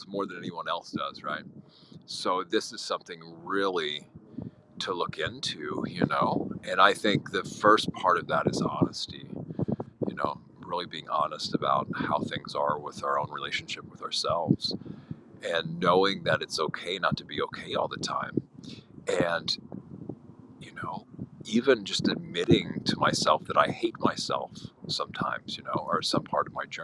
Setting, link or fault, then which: fault, wind noise